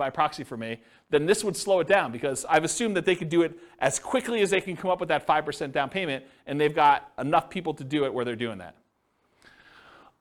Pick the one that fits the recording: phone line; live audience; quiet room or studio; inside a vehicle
live audience